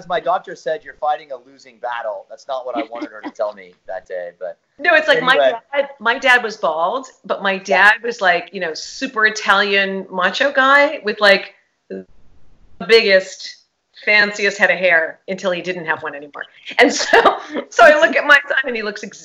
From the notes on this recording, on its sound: THIS EPISODE IS A REBROADCAST from a Facebook Live event.